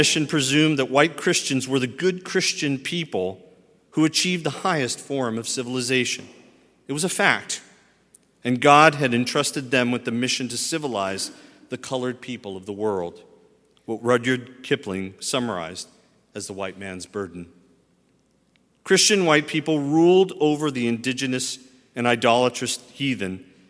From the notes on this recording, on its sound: at Highland Baptist Church, Louisville, Kentucky